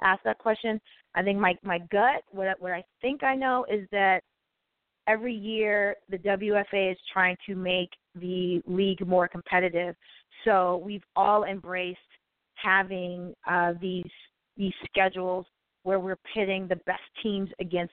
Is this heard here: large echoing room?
no